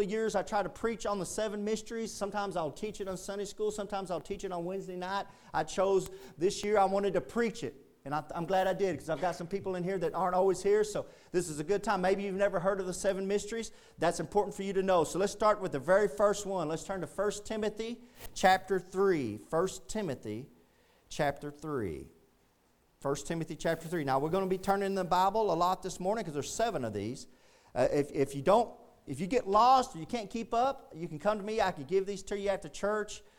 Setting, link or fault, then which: setting, large echoing room